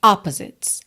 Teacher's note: essa palavra opposites tem a sílaba tônica na primeira sílaba